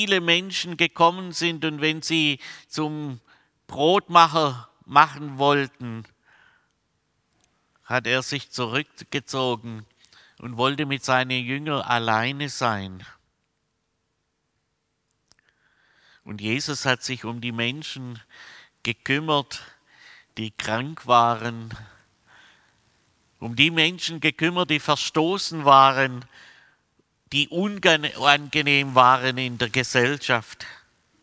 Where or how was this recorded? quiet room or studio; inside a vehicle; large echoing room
large echoing room